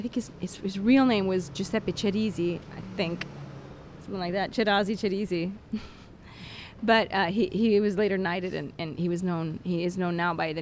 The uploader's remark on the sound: A rebroadcast of our walking tour through Rome